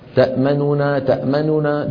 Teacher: ثلاثة أحرف غنة متتالية متحركة